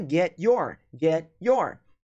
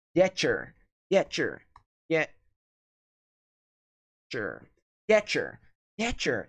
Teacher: Então, T mais your é cher, cher, cher. · Shown in: second take · Term: Redução